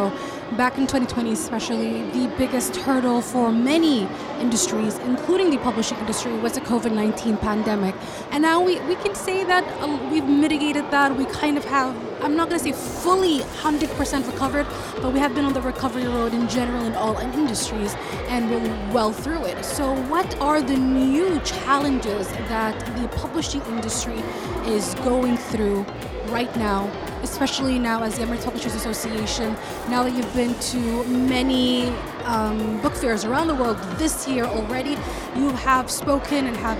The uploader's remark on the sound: Live at SIBF 2023